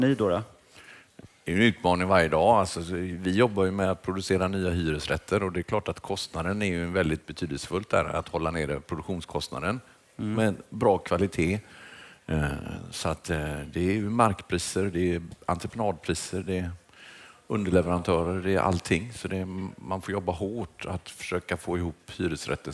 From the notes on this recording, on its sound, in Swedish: Fastighetspodden live från Business Arena.